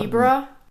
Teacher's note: I find sometimes the way you pronounce like the Z sound versus the S sound, like Z versus S. I find your Z sounds a lot closer to S.